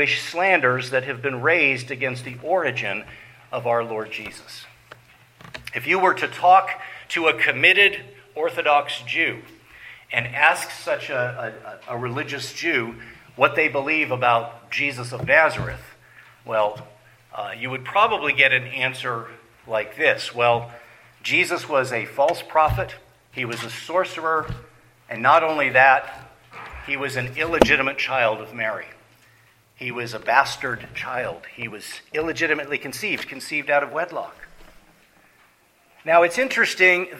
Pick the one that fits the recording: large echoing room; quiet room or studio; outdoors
large echoing room